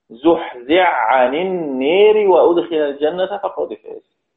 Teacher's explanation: الحاء أدغمت في العين، فننطق حرف العين من كلمة عن مشددا · Term: مدغم